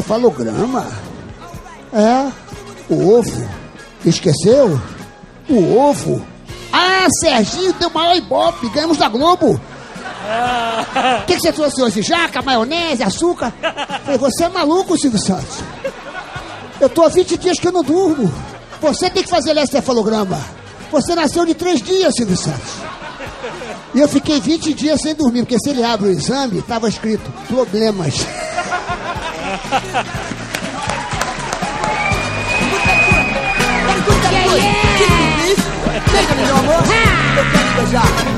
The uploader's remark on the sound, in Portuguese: AO VIVO no Festival Youpix 2011!